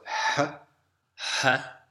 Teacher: The ha at the end of the word must be pronounced with heavy exhaling. So, ha. Ha.